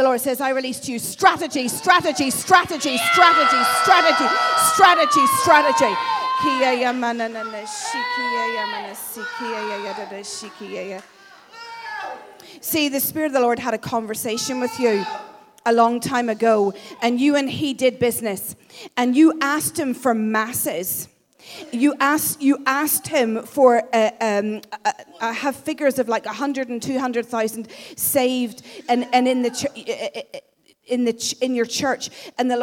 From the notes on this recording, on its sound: Glasgow Prophetic Centre. Recorded at the Speakers Of Life conference.